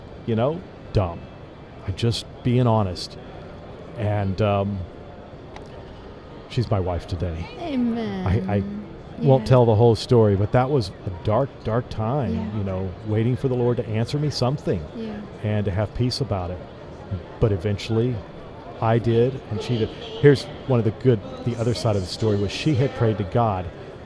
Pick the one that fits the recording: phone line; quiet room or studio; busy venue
busy venue